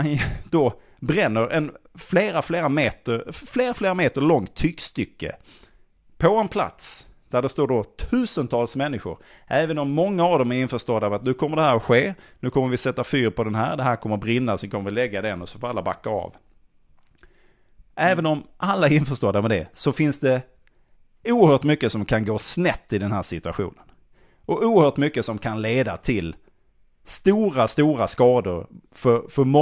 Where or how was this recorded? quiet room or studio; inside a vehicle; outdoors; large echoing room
quiet room or studio